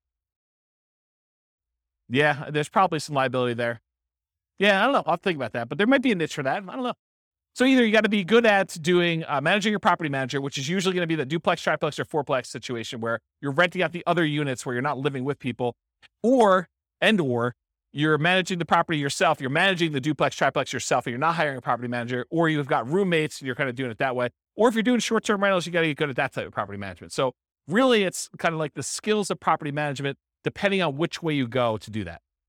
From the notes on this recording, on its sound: This was a live class recorded